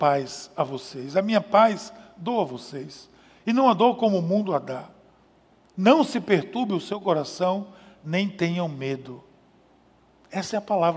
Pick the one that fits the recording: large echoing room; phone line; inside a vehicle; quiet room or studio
large echoing room